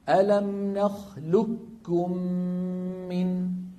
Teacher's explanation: نحول القاف إلى كاف ويكون النطق بإيه؟ بكاف مشددة. ألم نخلقكم، لكم ما بيبقى من القاف أثر. · Term: الإدغام الكامل